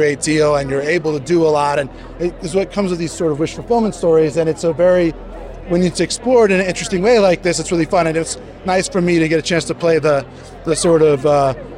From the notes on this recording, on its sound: Thanks for Warner Bros for the audio from the red carpet.